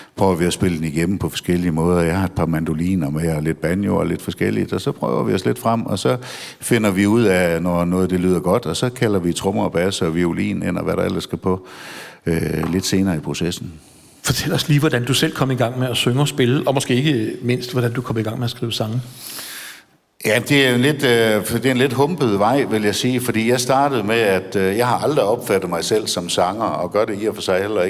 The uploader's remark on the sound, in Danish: Live fra Maskinhallen i Frederikshavn